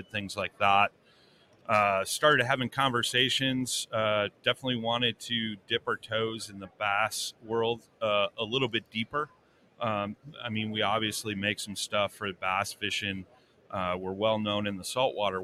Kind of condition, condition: setting, busy venue